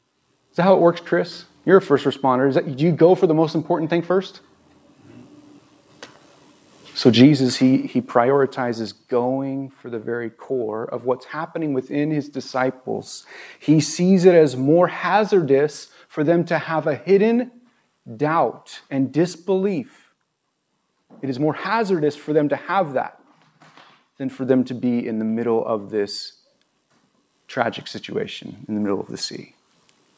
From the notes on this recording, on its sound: This was recorded on September 11, 2022 at Bethel Church in Ridgefield, Wa.